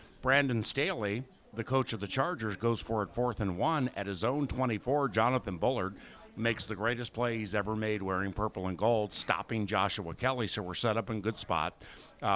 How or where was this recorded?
busy venue